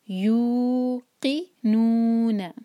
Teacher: اس ورڈ میں یو اور نو دو حرکہ ہوں گے، لیکن قی اور نا ان کو ایک ہی حرکہ لمبا رکھنا ہے